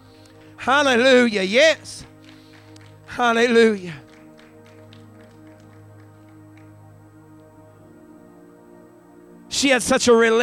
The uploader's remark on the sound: recorded live on our Resurrection Sunday Service at Fresh Fire Church in Uniontown, PA